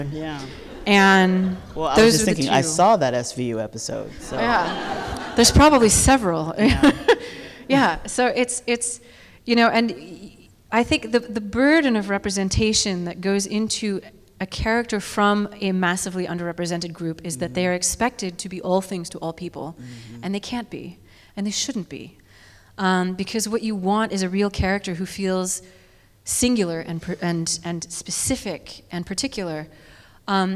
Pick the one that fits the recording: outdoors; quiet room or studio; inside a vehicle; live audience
live audience